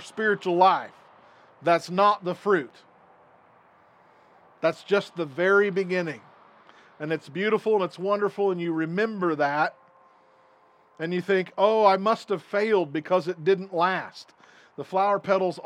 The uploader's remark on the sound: This recording is from an outdoor service - so you will hear highway and wind noise